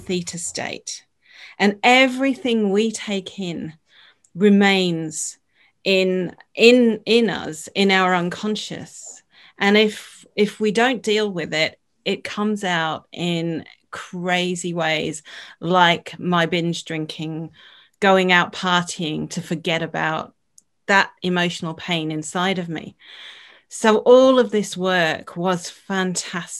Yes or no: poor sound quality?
no